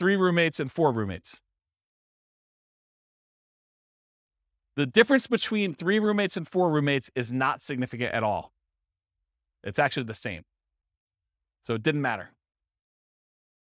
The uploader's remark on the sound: This was a live class recorded